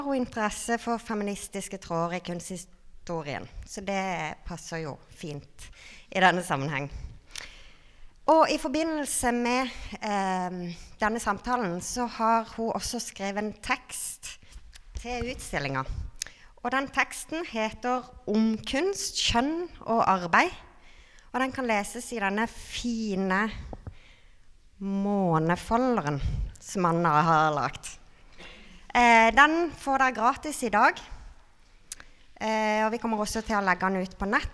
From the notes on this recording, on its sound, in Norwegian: Denne podcasten er et live-klipp av kunstnersamtalen. Den gir innblikk i utstillingen "Søvn er livets Sum" i Kristiansand Kunsthall.